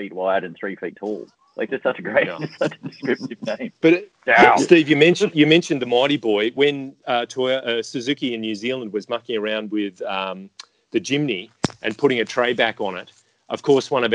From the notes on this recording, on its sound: gather in cyberspace